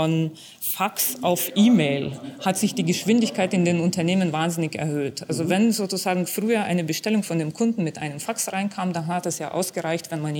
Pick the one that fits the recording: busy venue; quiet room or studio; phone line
busy venue